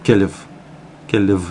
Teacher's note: Это должно быть В в конце, не Ф, а келев.